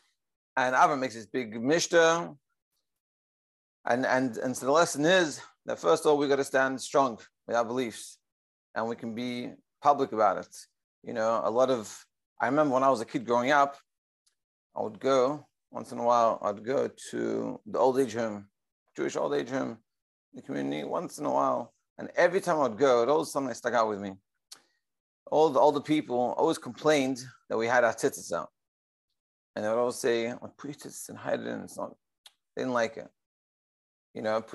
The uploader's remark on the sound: Daily Zoom Shiur.